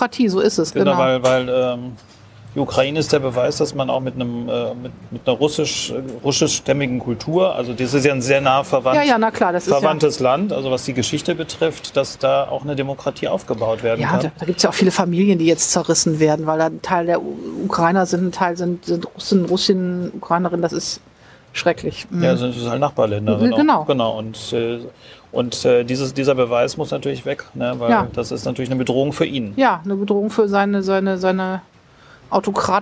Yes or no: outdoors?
yes